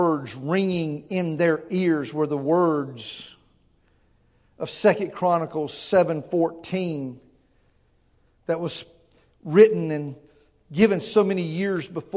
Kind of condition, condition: setting, large echoing room